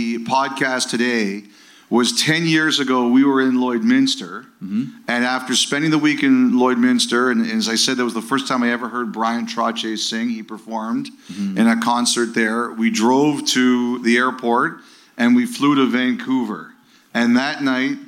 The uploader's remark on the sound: Live From Victoria